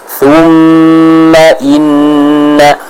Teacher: huruf mim dan nun yang bertasydid ini merupakan di antara guna yang paling kuat dan paling jelas bacaannya